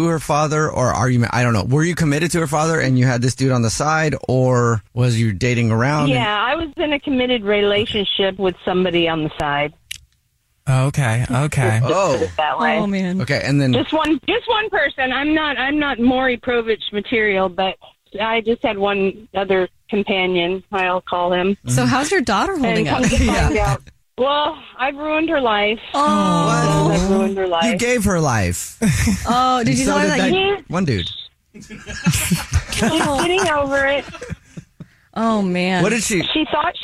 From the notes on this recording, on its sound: The woman on the phone